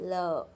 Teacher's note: ल, ल जो एक लेटरल साउंड है, जब हम मुंह को बंद करते हैं तो तीनों तरफ से हवा पास होती है, ल, टिप ऑफ द टंग की कोई जरूरत नहीं है, टीथ रिज नहीं आता।